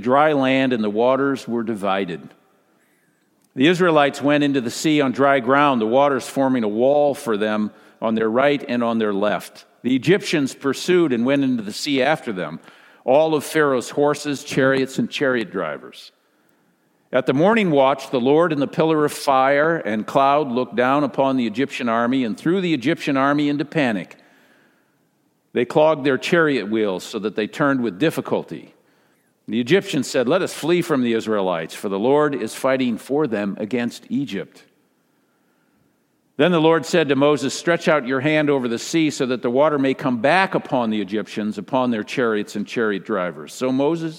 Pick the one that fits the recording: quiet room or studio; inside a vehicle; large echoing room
large echoing room